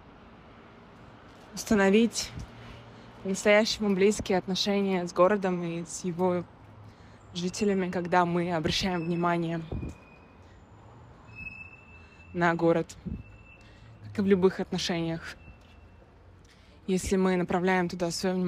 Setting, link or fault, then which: setting, outdoors